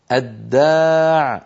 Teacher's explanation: أدغمنا اللام في الدال